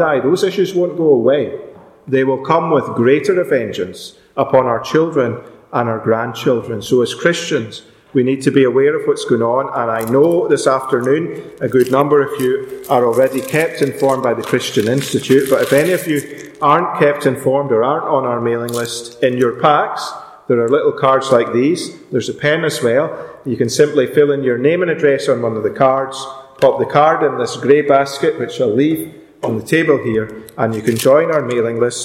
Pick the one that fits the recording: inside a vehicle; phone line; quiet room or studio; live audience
live audience